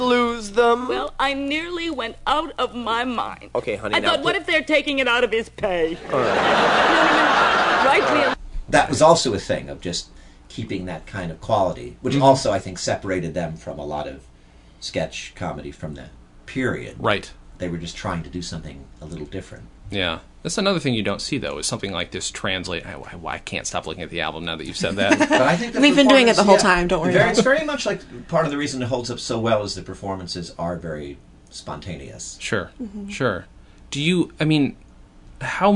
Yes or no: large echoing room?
no